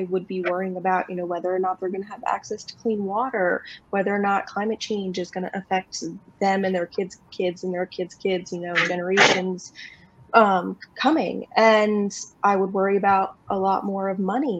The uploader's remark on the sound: One of the questions asked to the panel of speakers during this replay from the 2022 Virtual Childfree Convention.